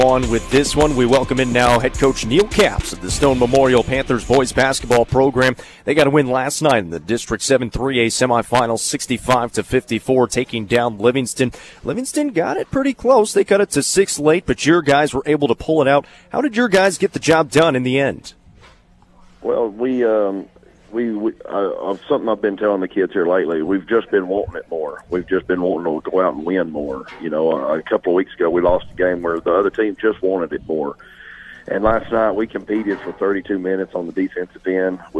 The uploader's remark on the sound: Live from Chick-fil-A, Interstate Drive in Cookeville